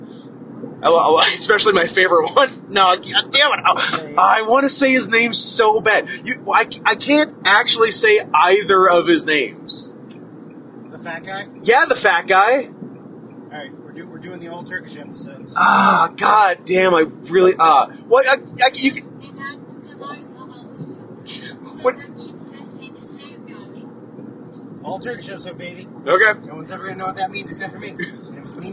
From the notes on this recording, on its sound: speaking into the same phone in a moving car